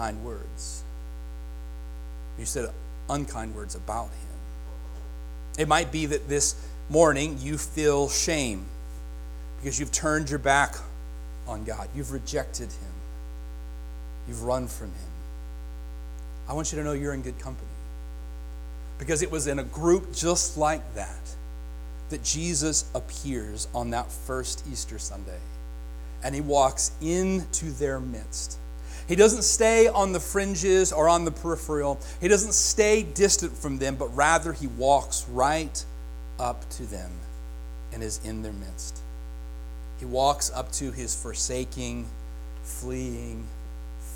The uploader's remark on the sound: Join us Sundays at Faith Free Will Baptist Church in Chandler. Here is our Sunday Sermon recording.